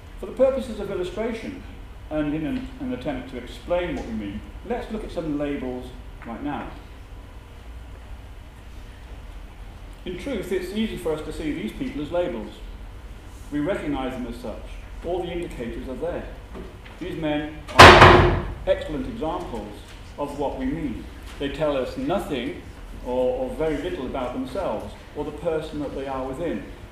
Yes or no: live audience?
yes